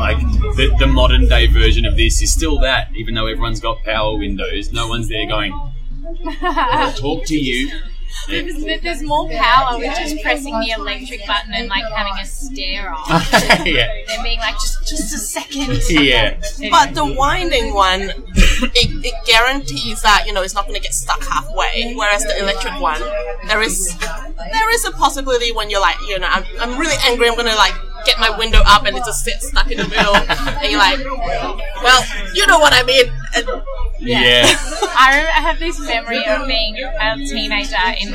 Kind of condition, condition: setting, busy venue